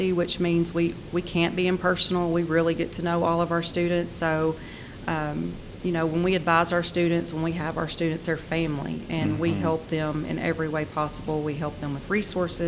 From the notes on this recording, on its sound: This interview is from a recent conference